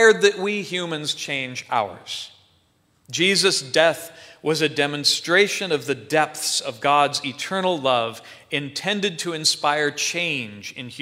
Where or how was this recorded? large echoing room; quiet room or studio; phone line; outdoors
large echoing room